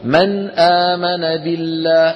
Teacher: لأن النون فيها غنة لكننا لا نطولها عندما نظهر · Term: الإظهار